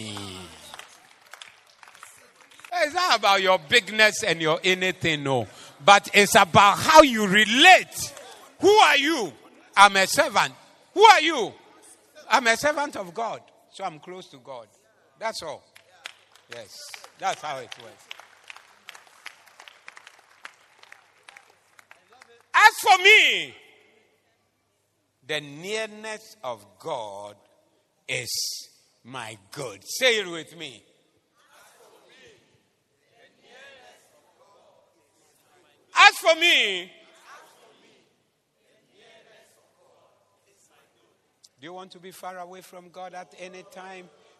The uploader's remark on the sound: Preached at the Zeloo Service 16072023